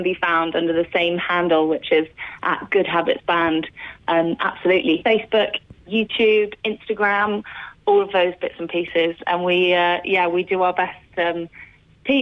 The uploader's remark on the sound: LIVE on the phone